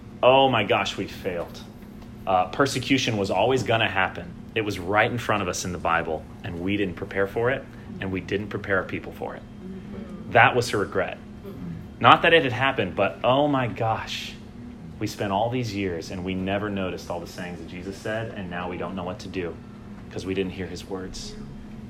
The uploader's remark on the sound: Homily delivered on Sunday morning, September 15, 2019 at the Christ Church Madison Fall Retreat held at the Green Lake Conference Center.